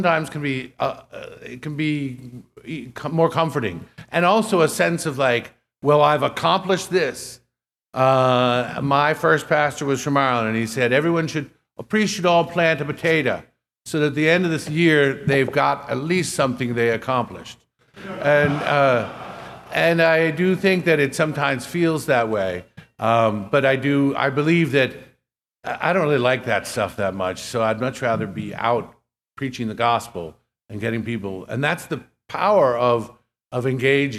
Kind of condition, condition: setting, large echoing room